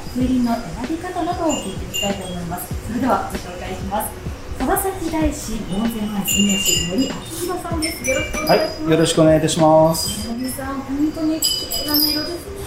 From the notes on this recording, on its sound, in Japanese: 川崎大師で開催された「風鈴市」にお邪魔します。風鈴市の仲通りを散策。